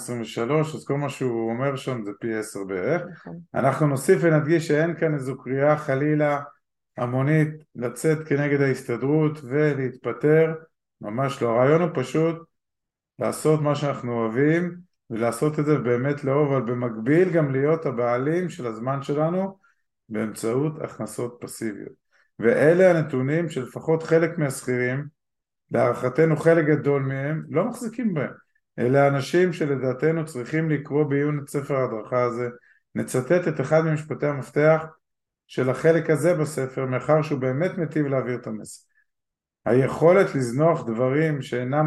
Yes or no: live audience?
no